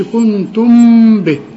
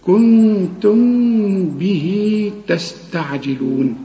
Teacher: الميم بتكون ساكنه بدون تشكيل تخفيها، ما تستعملش شفايفك وتضمها · Shown in: second take